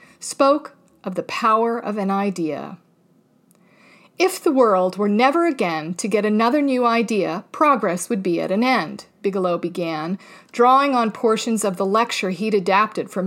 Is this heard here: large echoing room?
no